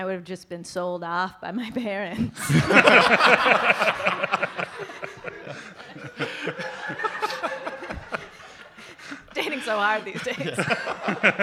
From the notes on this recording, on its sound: live episode recorded for the Vancouver Podcast Festival